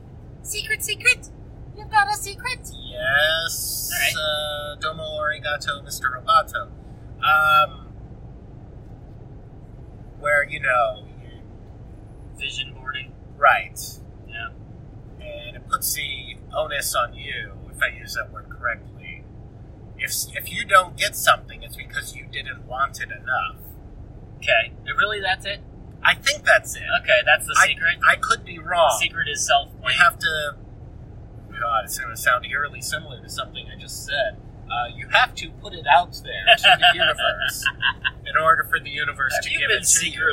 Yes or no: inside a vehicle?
yes